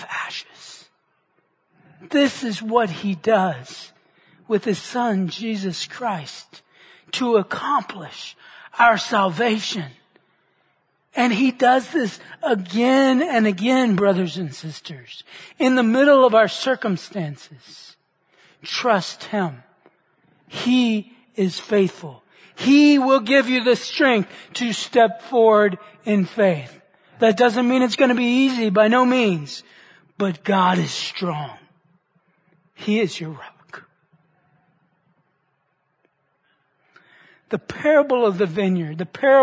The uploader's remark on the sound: Which he preached at the Church at Brook Hills.